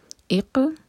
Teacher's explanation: قاف پر سکون تو قاف پر قلقلہ